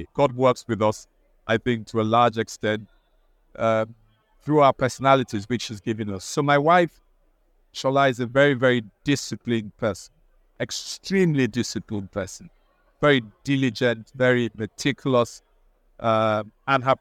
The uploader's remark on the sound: Recorded at the Alliance for Responsible Citizenship (ARC)